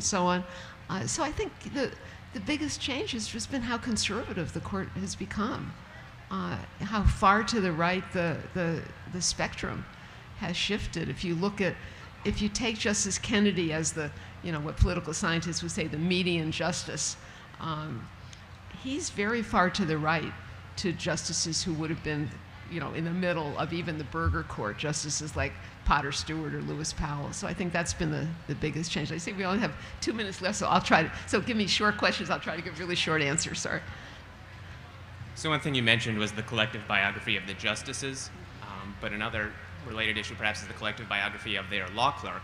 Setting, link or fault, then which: setting, live audience